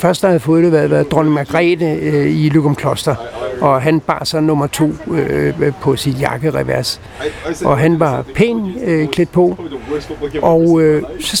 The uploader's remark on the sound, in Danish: Optaget på Nimb Bar, Tivoli, København.